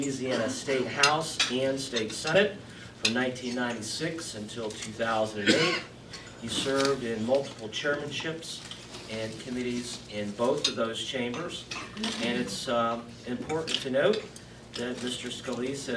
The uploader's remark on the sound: WASHINGTON, DC. Spoke to a luncheon meeting of The Ripon Society.